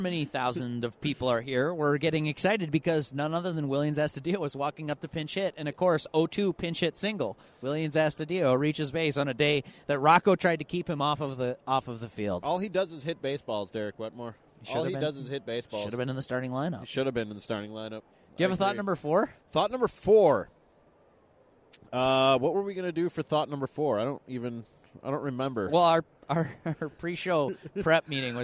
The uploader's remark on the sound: La Tortuga Night at Target Field. This show is a review of the experience recorded at the venue.